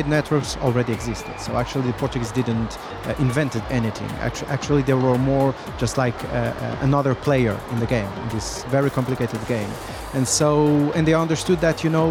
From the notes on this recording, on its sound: Live from SIBF 2023.